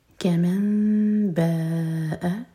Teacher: ہے بھی کمن باء نون میم میں چینج ہوا تو اقلاب میم کو ہولڈ کریں گے لیکن ہوٹو کو ٹائٹ بند نہیں کریں گے اور پھر با پڑھیں گے باء با مد متصل چار حرکہ